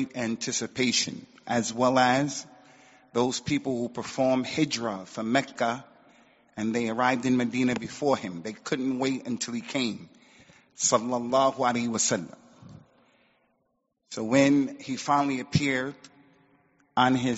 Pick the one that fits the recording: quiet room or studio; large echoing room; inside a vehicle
large echoing room